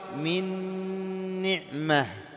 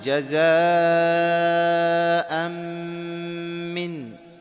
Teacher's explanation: إضغام كامل، لأنك أضغمت النون في مثيلتها وأضغمت الميم في مثيلتها